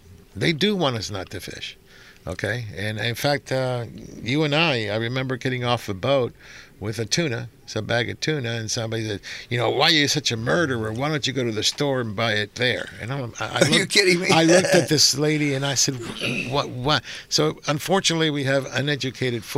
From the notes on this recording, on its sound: "LIVE" from Angel Stadium in Anaheim, CA